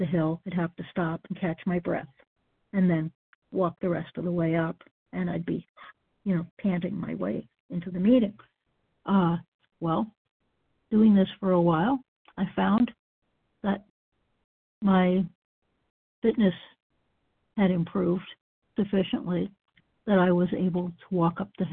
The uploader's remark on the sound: qualification from the 100 Pounders Phone Meeting